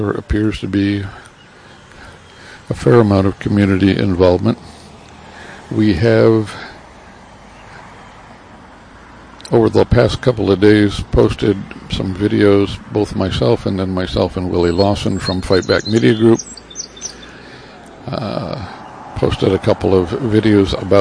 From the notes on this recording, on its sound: The audio portion of the beginning of the Silent March Against Racism, held in Bayfield Wisconsin, 04 July 2020.